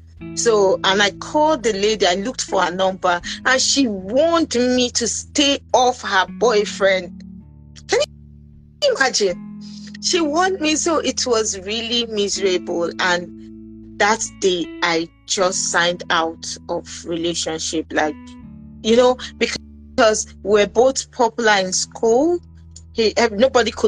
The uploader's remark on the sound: episode on Instagram Live